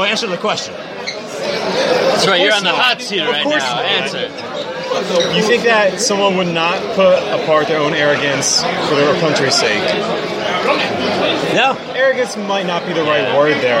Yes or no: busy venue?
yes